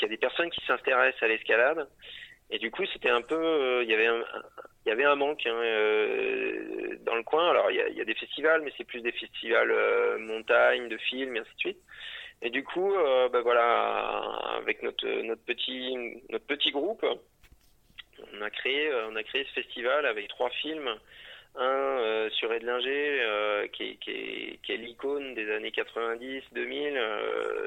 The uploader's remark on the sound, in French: Interview téléphonique